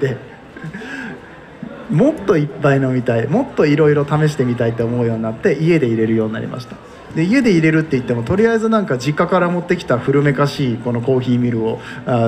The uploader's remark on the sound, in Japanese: 公開収録。Coffee Trip by hygge market in 松坂屋上野店。